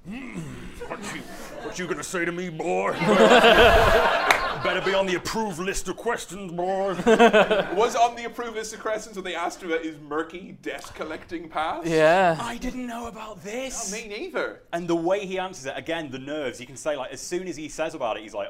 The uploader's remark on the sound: LIVE at the London Podcast Festival 2018 in front of a sold out crowd.